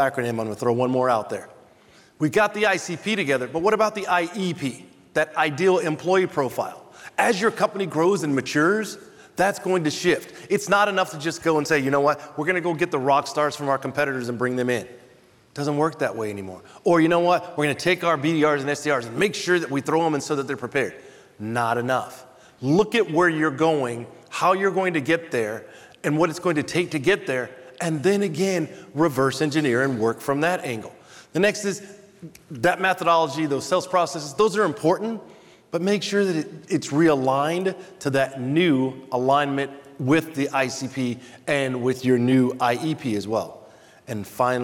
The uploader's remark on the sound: In the keynote session at the 2023 B2B Sales & Marketing Exchange this past August